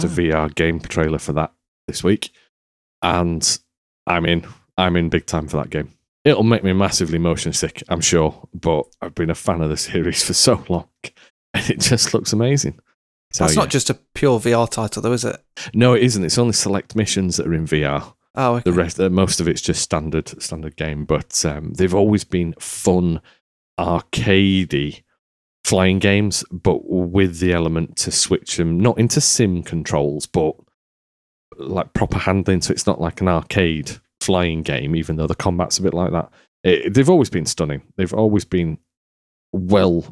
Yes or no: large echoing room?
no